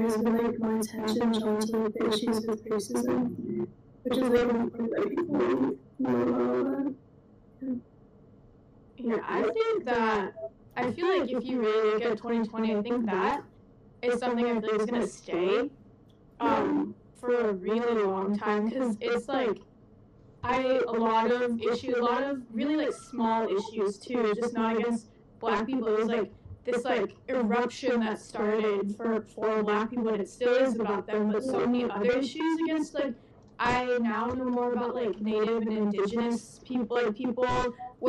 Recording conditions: poor sound quality